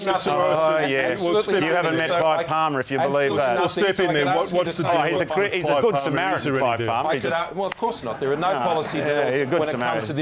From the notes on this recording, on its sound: in a live town hall event at Seven West Media's studios in Perth